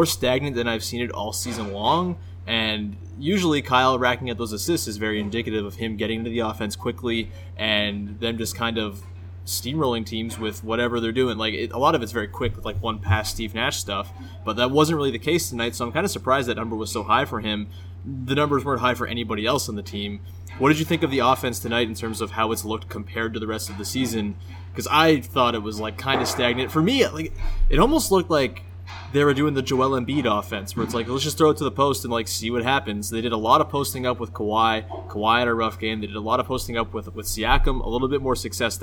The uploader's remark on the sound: Live from Raptors/Pelicans. Deep in the bowels of Scotiabank Arena.